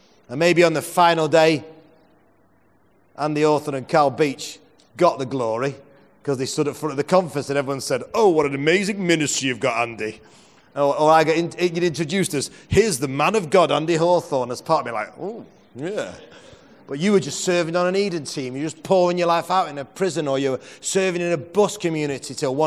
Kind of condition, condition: setting, large echoing room